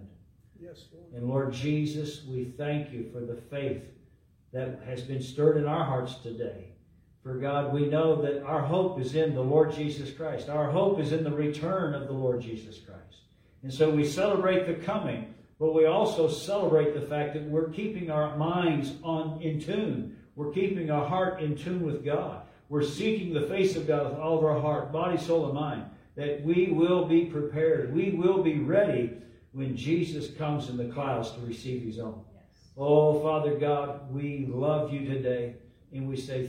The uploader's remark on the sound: LIVE from Calvary.